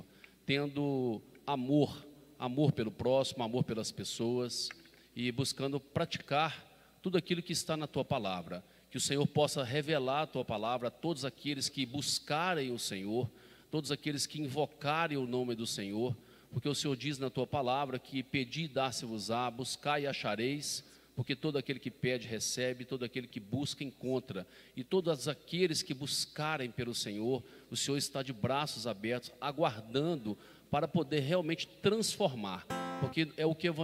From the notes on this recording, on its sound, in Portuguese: Podcast gravado (ao vivo) na ADEC | Assembleia de Deus, Caratinga - MG